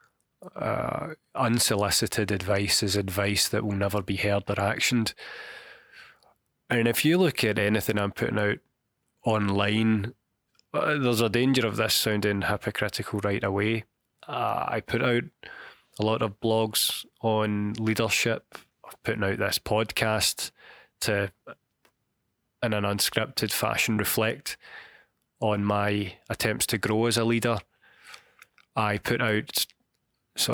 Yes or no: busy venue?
no